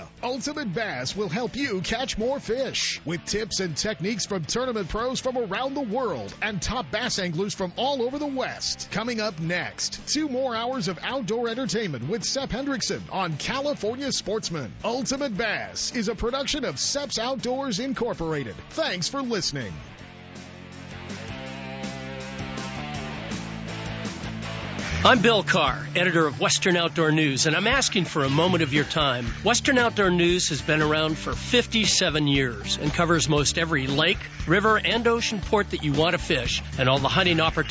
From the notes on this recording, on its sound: Live from Triton Owners Tournament